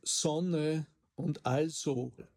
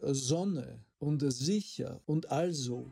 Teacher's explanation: auch das stimmhafte S im Anlaut vor Vokal · Shown in: second take